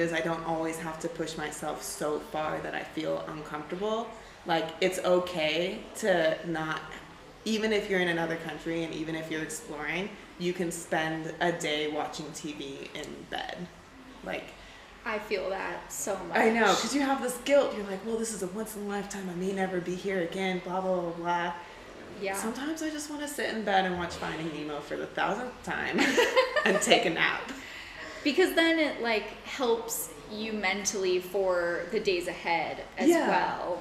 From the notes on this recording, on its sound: This episode was recorded in a noisy hostel common area, sorry for the background noise!